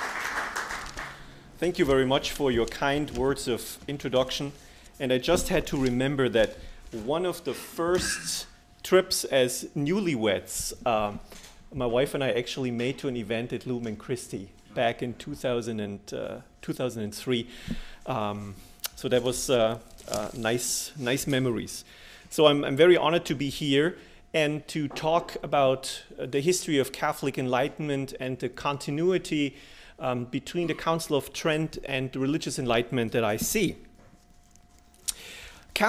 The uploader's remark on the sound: delivered this lecture on October 12, 2017 at the University of Chicago